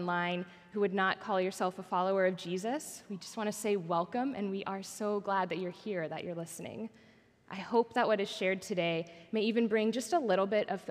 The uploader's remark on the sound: Recorded at our Sunday gathering on August 20th, 2023 in Port Orchard WA.